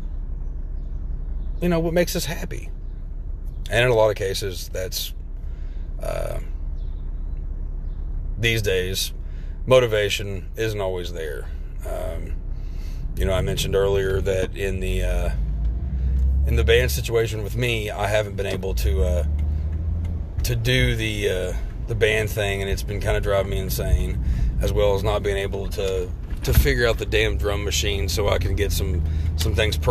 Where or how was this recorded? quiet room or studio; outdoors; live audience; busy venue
outdoors